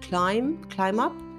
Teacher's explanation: Recuerda que esa B del verbo climb es muda, no se pronuncia